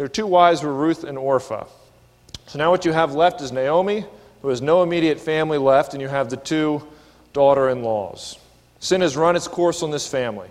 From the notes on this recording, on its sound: This is a sermon recorded at the Lebanon Bib;e Fellowship Church in Lebanon, PA during the evening service.